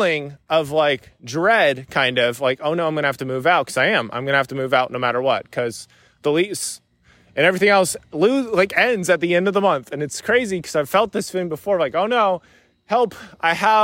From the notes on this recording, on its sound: Recorded this while on a walk. Was going to do so in the studio but today it just felt more natural and free-flowing to do it on a walk.